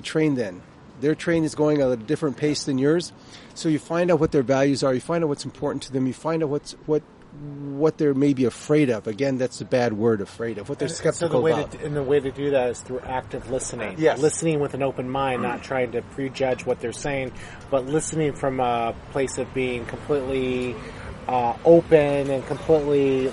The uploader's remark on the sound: outside a Coffee Bean and Tea Leaf in Irvine